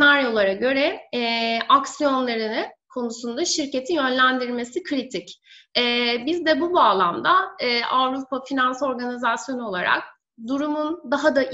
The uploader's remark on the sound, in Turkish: webinar serimizin dördüncü yayını